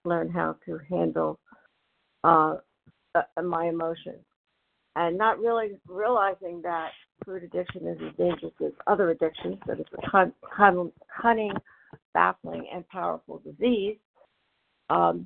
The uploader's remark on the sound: from the 100 Pounders Phone Meeting, 10/13/23